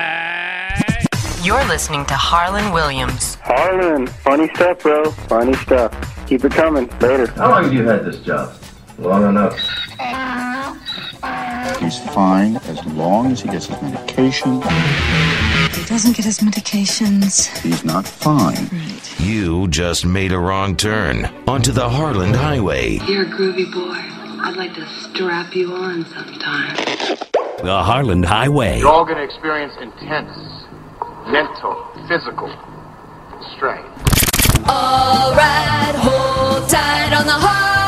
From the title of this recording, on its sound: calls in to the show